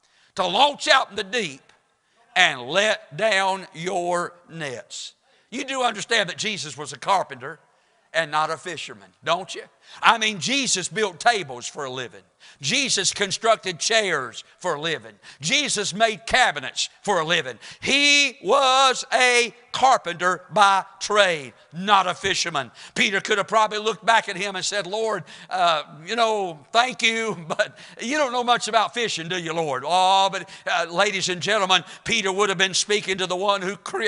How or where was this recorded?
large echoing room